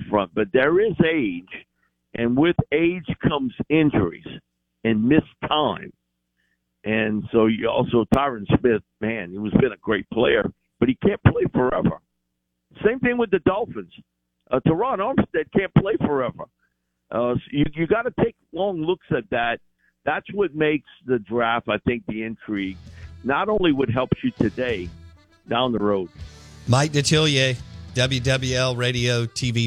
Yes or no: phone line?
yes